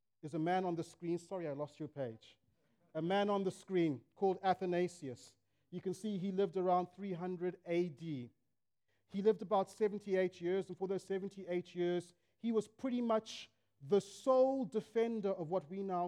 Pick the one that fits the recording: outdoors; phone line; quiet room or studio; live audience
live audience